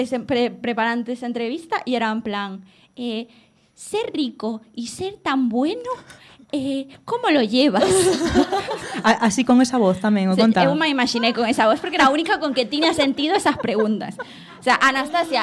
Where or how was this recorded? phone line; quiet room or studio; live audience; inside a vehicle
live audience